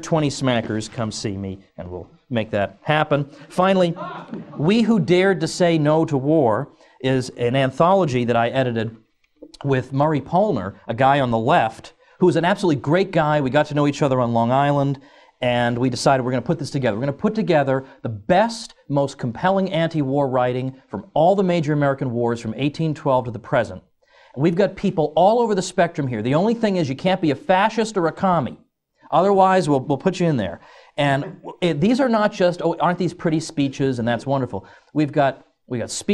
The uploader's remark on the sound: Recorded at the annual Austrian Scholars Conference, Ludwig von Mises Institute, 12 March 2009.